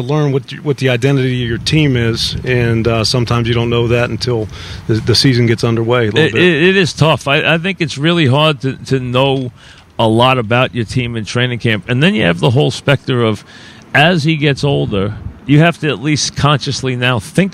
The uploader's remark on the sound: live from Giant camp